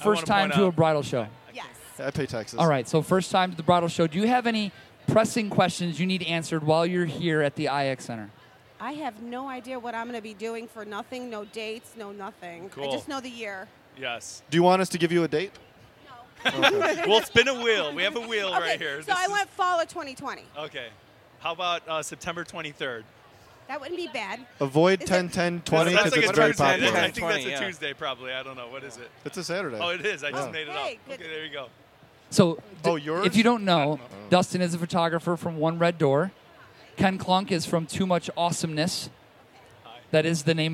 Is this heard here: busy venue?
yes